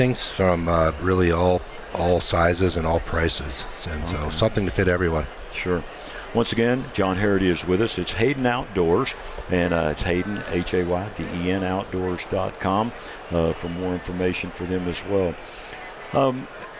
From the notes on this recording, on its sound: International Sportsmen’s Expo 2024 Broadcast at The Colorado Convention Center. We are at the 2024 International Sportsmen’s Expo at the Colorado Convention Center.